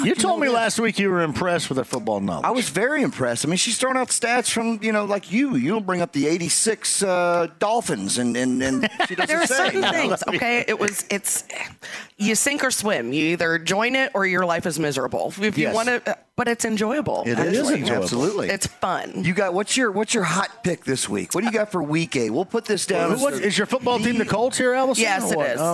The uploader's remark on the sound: Live From Kip's Pub